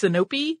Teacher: Some, put an accent on the middle syllable. So it's Sinope.